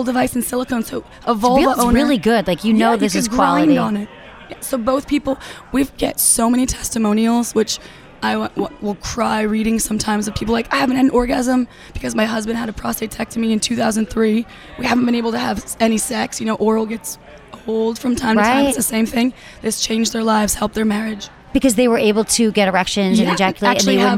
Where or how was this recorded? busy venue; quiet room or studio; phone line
busy venue